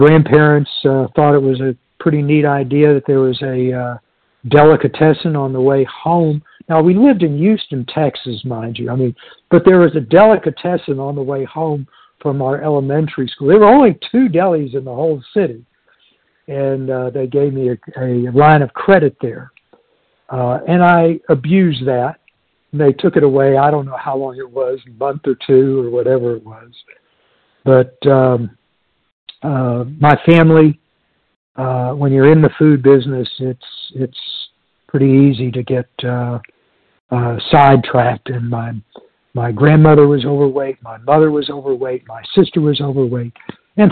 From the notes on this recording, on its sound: from the 100 Pounders Phone Meeting, 2/21/23